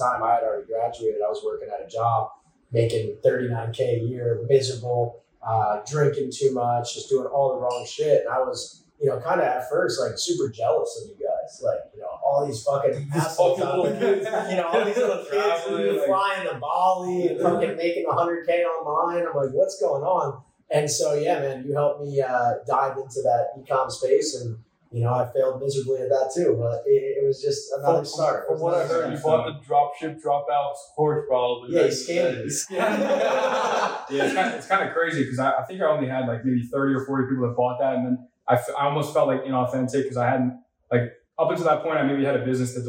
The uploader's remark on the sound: Disclaimer: First 15min is poor audio.